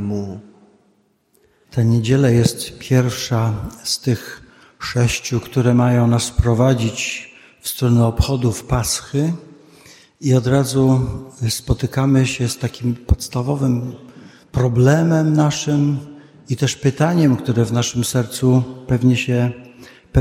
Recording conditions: large echoing room